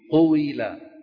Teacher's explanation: يعني القو الواو فيها ضم شفتين والكسرة فيها خفض الفك · Term: واو مكسورة